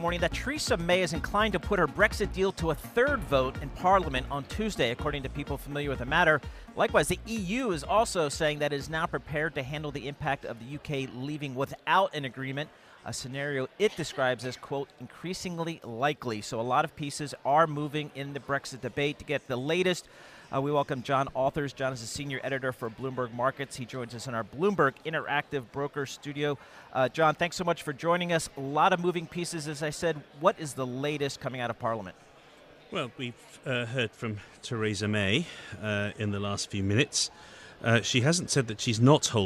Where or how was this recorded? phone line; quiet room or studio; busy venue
busy venue